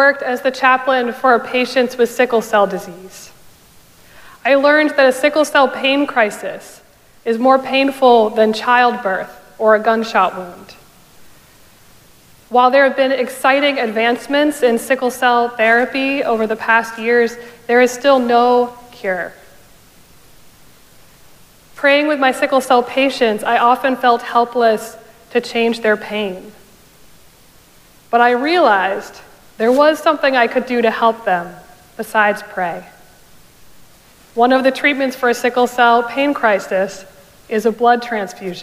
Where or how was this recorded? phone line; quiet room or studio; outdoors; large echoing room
large echoing room